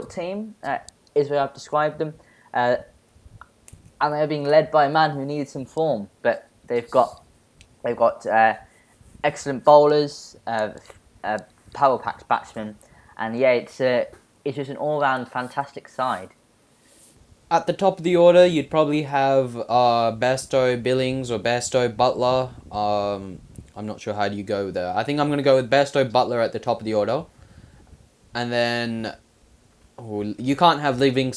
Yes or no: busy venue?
no